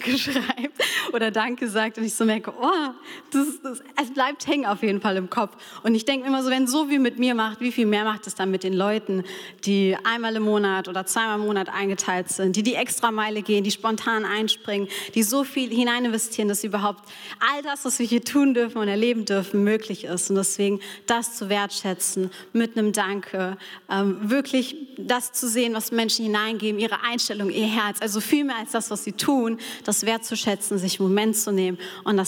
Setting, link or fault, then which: setting, live audience